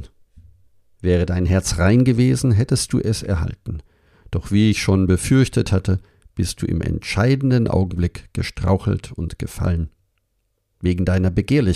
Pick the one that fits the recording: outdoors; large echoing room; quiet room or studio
quiet room or studio